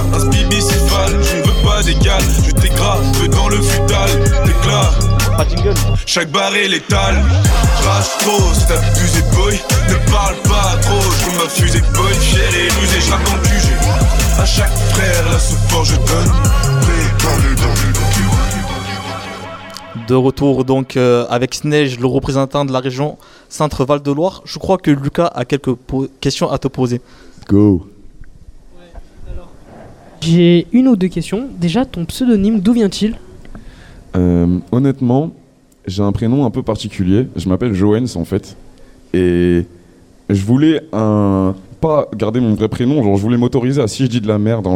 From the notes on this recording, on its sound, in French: En LIVE de Paloma à Nimes